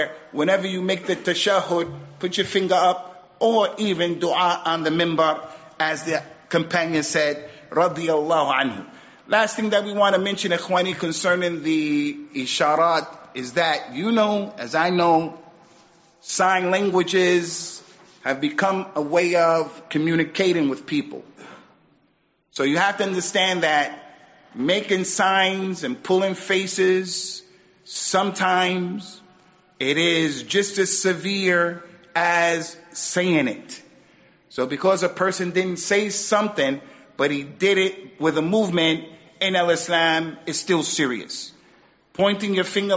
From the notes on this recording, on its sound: Recorded at Green Lane Masjid & Community Centre. Recorded at Green Lane Masjid & Community Centre.